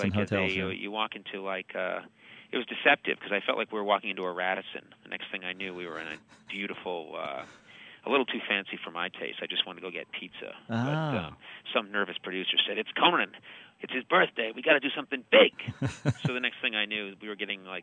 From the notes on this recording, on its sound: phoned up the TV Talk Machine